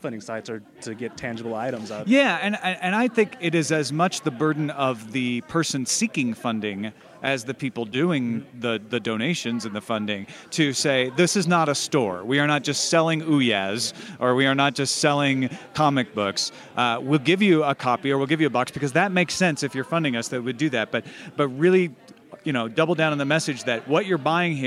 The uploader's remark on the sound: This a special episode recorded at Nerdtacular 2013